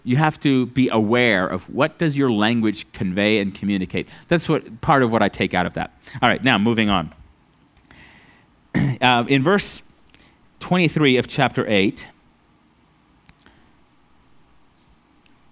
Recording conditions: large echoing room